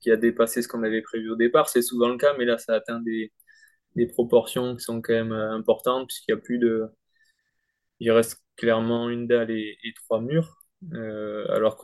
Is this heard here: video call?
yes